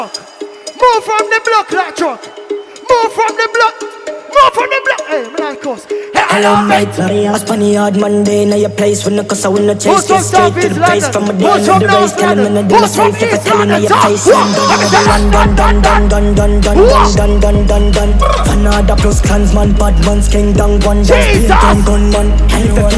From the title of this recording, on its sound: Live Audio: Notting Hill Carnival